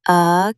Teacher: Stress the second syllable.